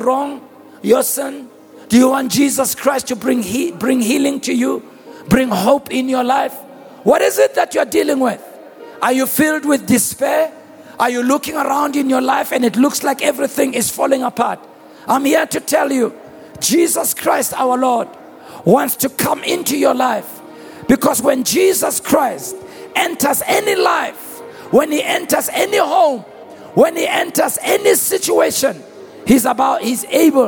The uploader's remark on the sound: preached at the Annual Good Friday Celebration held at Orlando Stadium on the 07th of April 2023